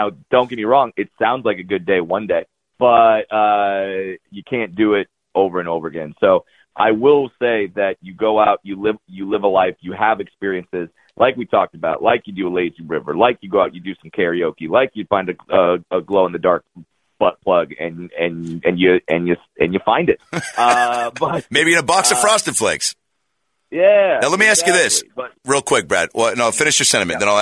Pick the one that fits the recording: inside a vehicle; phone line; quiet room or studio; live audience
phone line